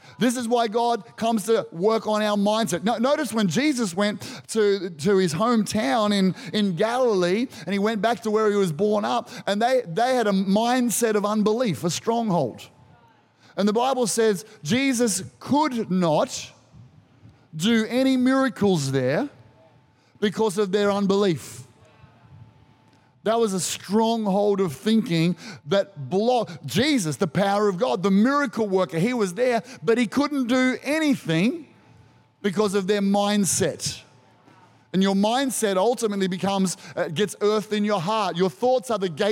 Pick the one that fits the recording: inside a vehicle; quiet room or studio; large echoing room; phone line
large echoing room